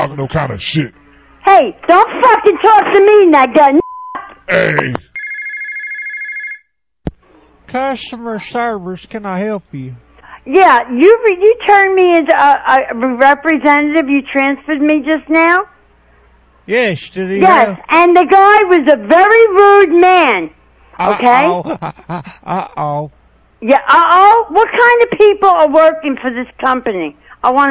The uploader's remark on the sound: RBCP's Personal Prank Phone Calls Collection